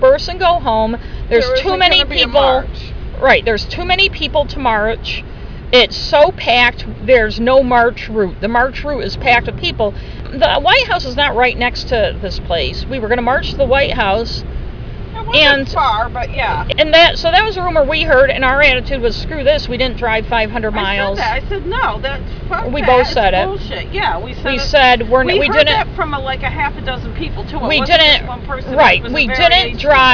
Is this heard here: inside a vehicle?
yes